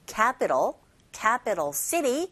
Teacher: 캐피탈이 틀린 발음은 아니지만 원어민들이 주로 모음과 모음 사이에 자리잡고 있는 T 사운드를 R 소리에 가깝게 들리게 발음을 하거든요 · Term: 플랩 현상